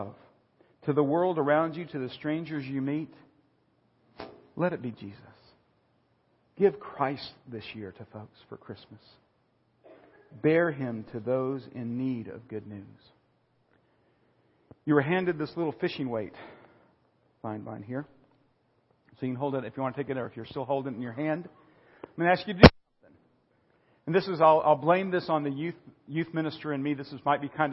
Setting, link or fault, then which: setting, large echoing room